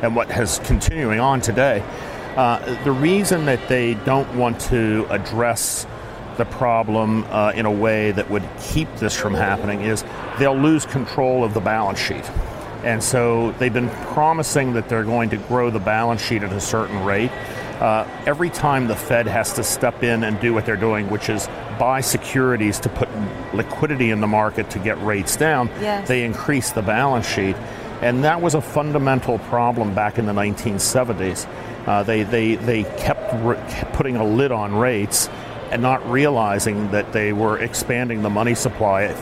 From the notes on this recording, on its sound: live from the New York Stock Exchange